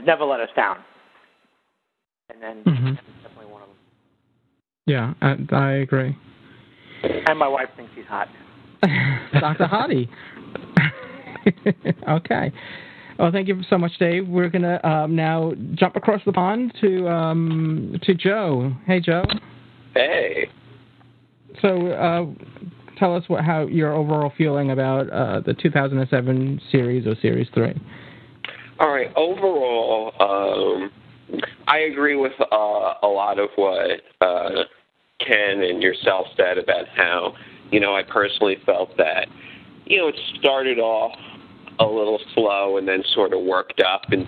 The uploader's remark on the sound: Live Roundtable Episode. With live listener feedback. Recorded live on the net via TalkShoe.